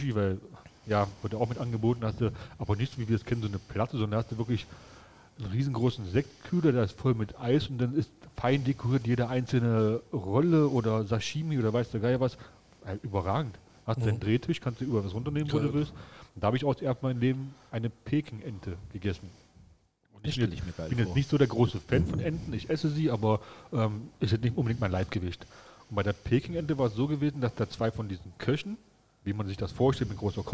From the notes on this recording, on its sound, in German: Gemütlich im Ferdinands. Obwohl schon nach Feierabend gabs noch ein paar leckere Desserts für uns, bevor wir mal wieder mit neuer Technik unsere Aufnahme gestartet haben!